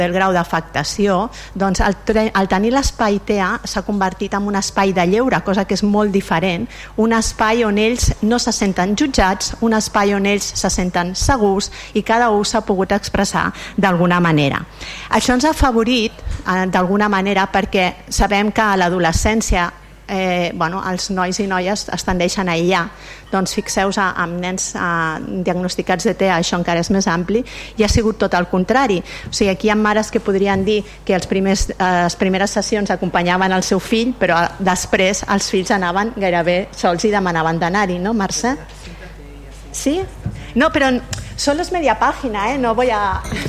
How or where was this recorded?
large echoing room